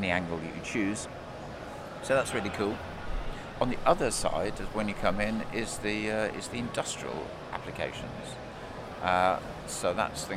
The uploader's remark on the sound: Live at Mobile World Congress. At the year's biggest event for the mobile tech industry. Are joined by the team behind Ericsson's massive stand.